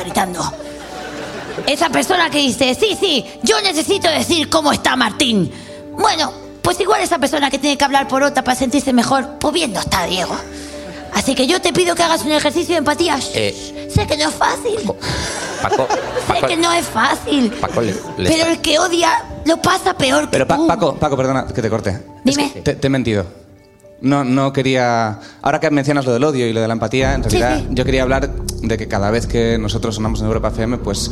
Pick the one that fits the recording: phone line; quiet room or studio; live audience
live audience